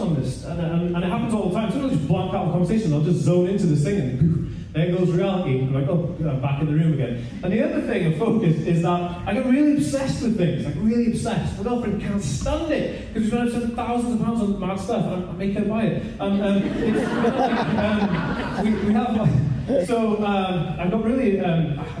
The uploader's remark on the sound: This was taken from a live talk I did for the Autism Directory in Wales.